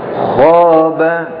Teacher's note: Jadi ketika mengucapkan kho, ya, pangkal lidahnya naik. · Term: tafkhim